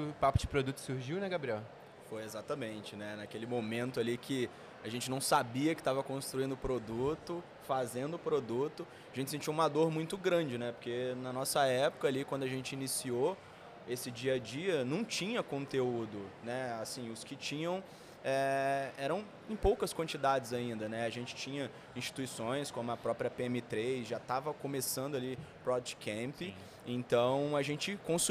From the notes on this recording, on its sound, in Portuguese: Esse episódio foi gravado no espaço para Creators da Pcamp 2022.